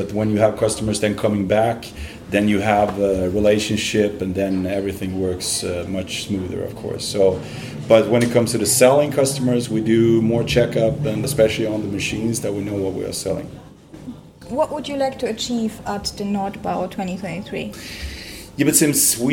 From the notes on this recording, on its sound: Listen to our live report from the Start up Stage 2023. NordBau 2023. Listen to our live report from the Start up Stage 2023.